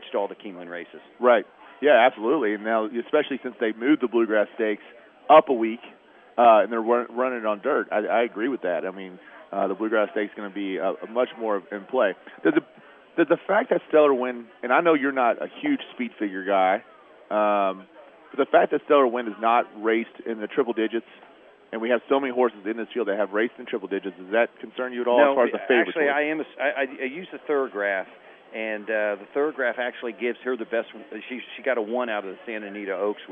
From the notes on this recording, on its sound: WSB special edition live from Churchill Downs